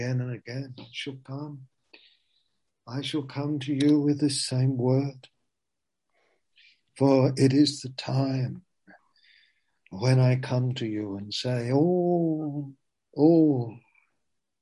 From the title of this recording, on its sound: Zoom - Teign Valley Sessions